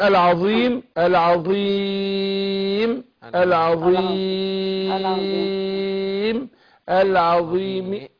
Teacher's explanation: احنا قلنا المكسور الحرف الاخير لما يكون مكسور يبقى فيه اربع اوجه. ثلاثه بالسكون المحض واحد بالروم. يعني نقول العظيم العظيم العظيم العظيم اللي هي الوجه الروم بيجي على القصر.